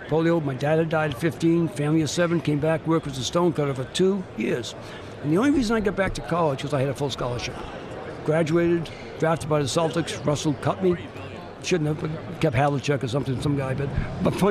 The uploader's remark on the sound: Live from San Antonio for the Final Four